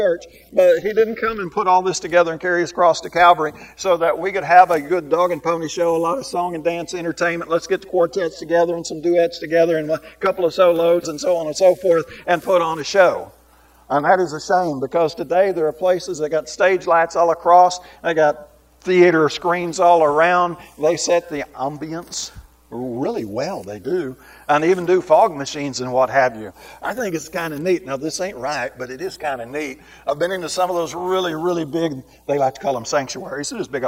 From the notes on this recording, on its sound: This lesson was recorded live and uploaded as a podcast unedited.